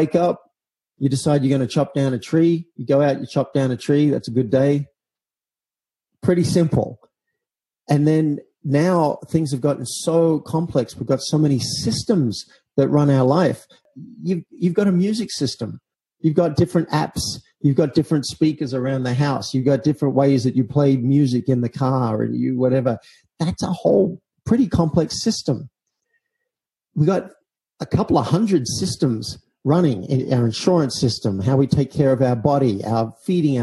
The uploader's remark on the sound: Apologises for the audio quality in this episode, I hit a few technical problems prior to recording and so we had to switch to using Zoom.